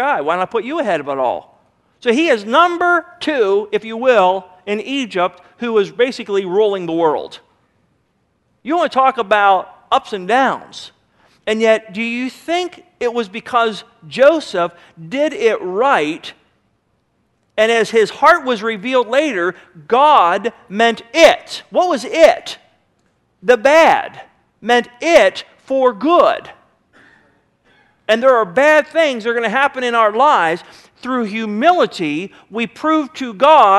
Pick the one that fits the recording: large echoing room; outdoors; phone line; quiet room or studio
large echoing room